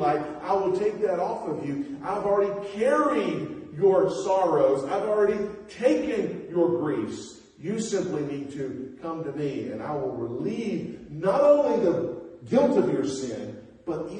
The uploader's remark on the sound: Preached at North Beaver Baptist Church in West Jefferson, NC